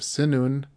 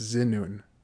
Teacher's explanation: Like, you have to move your mouth a certain way that's not pleasant. And so instead of sinun, it's zinun. That NZ sound is a little bit easier. · Shown in: second take